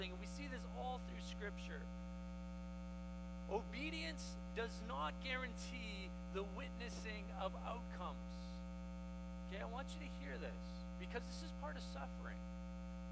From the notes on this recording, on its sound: We apologize for the hum and are working to rectify the problem.